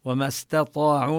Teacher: وما استطاعوا، كذلك هنا الألف يسقط مدها في الوصل حتى لا يلتقي ساكنان على غير الحد المعروف. وما استطاعوا، ننتبه لترقيق التاء وتفخيم الطاء